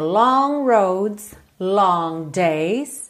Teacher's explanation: Eu chego a imaginar que eu vou fazer um G aqui, eu sinto na minha laringe que eu tô formando esse G, mas eu não chego a finalizá-lo